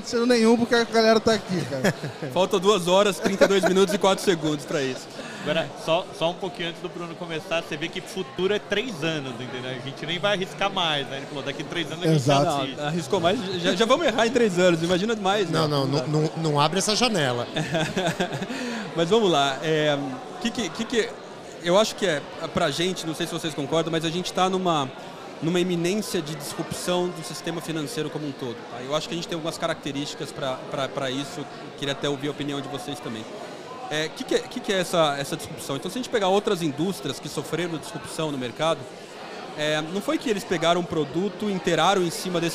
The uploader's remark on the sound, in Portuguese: episódio gravado especialmente no Fintouch 2022